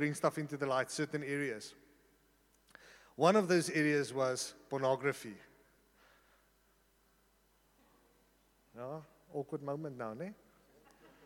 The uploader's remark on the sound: At Joshua Generation Church Sunningdale 11AM congregation.